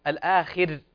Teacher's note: الراء هنا في كلمة الآخر مرققة وليست مفخمة